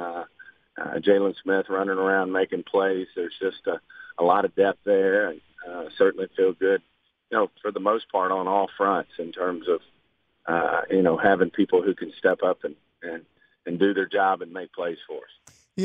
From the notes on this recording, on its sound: Called in to the Ben and Skin show.